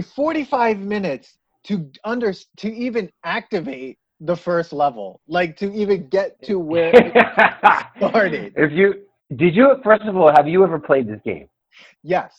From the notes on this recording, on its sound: We recorded this on July 12th, 2020 on Zoom so there are small sound discrepancies.